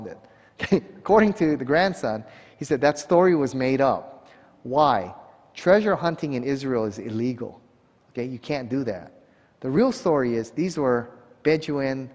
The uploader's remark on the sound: 2021 Waterhouse Lecture Series. At a conference hosted by the Waialae Baptist Church.